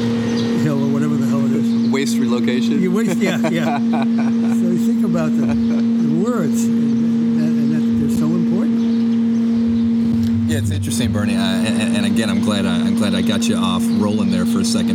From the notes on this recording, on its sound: recording this interview outside with lots of surrounding noise